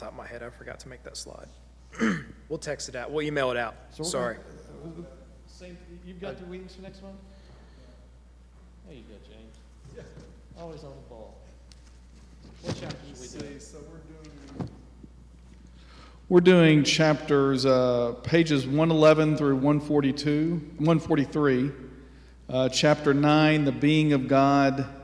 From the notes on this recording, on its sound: Sunday Worship Service - Live stream.